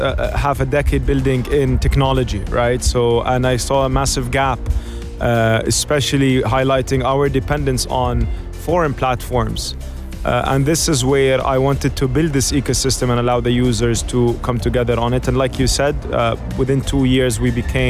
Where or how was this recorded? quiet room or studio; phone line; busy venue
busy venue